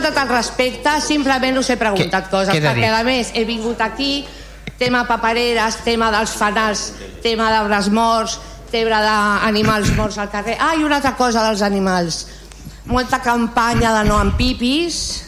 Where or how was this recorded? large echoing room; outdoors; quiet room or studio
large echoing room